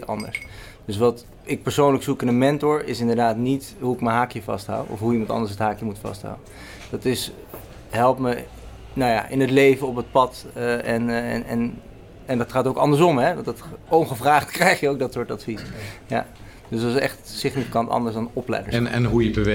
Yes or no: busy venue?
yes